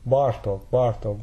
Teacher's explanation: It's darker than ah, of course, but it's not ooh. · Term: short A · IPA: [ɒ]